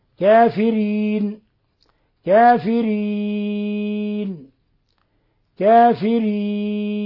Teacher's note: وحالة الوقف على لفظ كافرين يجوز فيه القصر والتوسط والإشباع على اعتبار أنه 3 العارض للسكون.